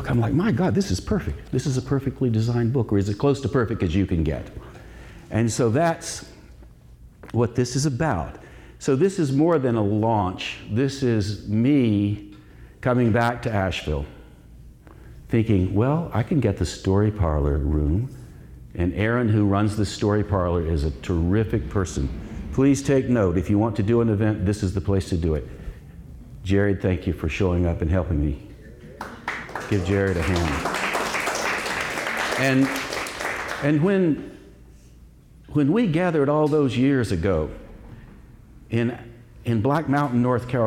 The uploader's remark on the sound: Live at The Story Parlor. In a unique, live-spoken word show. This event occurred at The Story Parlor, Asheville's intimate listening room.